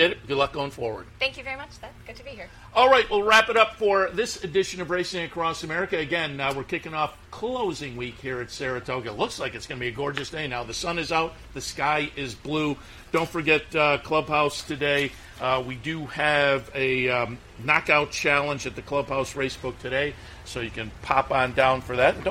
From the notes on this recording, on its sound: live from Saratoga Race Course